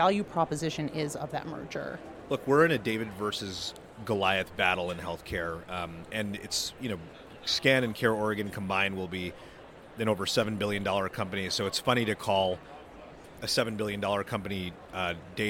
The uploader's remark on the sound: At this year’s HLTH conference in Las Vegas, Nevada